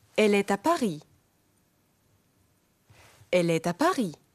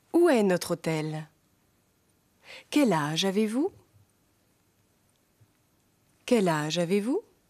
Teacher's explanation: Die französische Sprache spricht man zusammenhängend. Ein Satz wie Il travaille le soir hört sich wie ein einziges Wort an.